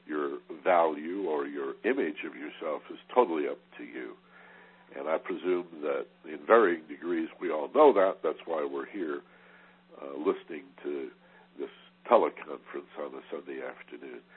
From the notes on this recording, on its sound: in a live Teleconference